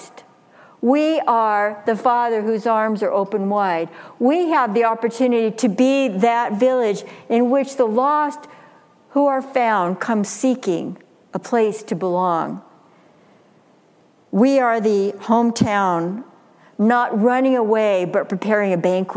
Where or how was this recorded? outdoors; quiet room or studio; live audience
live audience